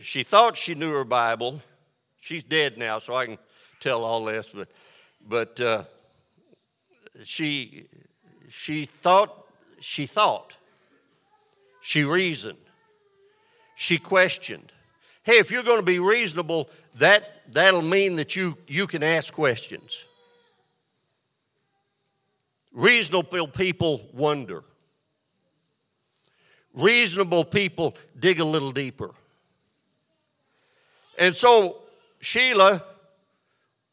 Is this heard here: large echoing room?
yes